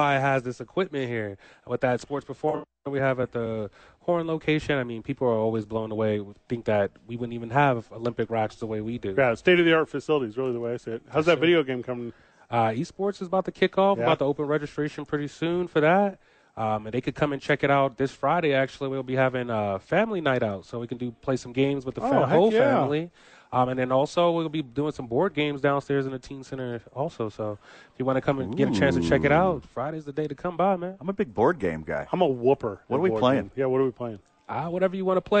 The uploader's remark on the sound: live from THE Albuquerque Dukes Store